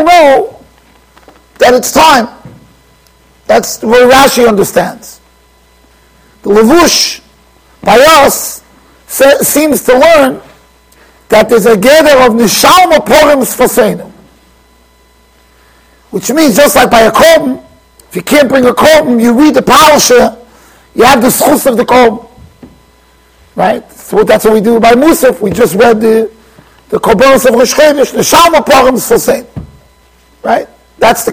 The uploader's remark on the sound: Shiur recorded in Yeshivas Ohr Reuven, Monsey NY.